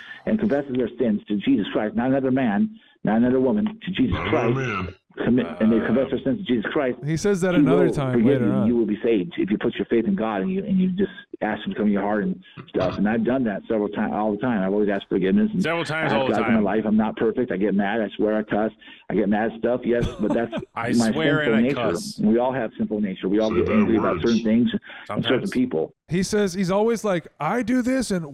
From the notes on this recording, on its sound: the recording of the call